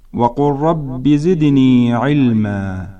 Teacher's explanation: والحرف الثاني الذي يدغم باللام الساكنة هو حرف الراء المتحرك، نحو قوله تعالى: وقل رب زدني علما، تصبح هكذا: وقل رب زدني علما. فالنوع الثاني من الإدغام الذي حصل بين اللام والراء يسمى إدغاما متقاربا، لأن هناك تقاربا في مخارج الحروف